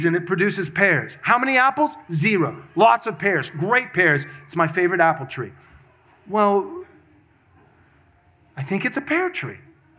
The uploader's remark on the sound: This sermon was preached at Covenant Bible Church on Sunday, November 19th, 2023. Covenant Bible Church in Georgetown, Texas.